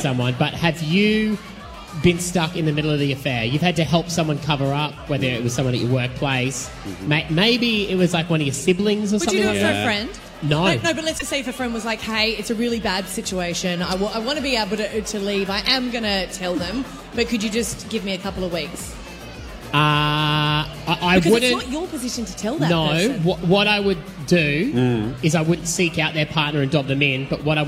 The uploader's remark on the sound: FULL SHOW: LIVE From Eatons Hill Hotel